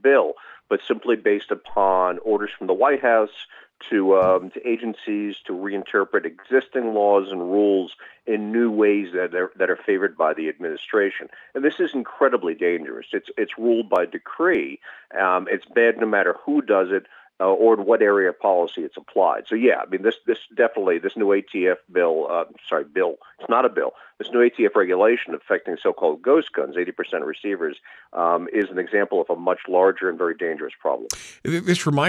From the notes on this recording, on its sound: Then we'll crack open the phones for your calls and Q&A.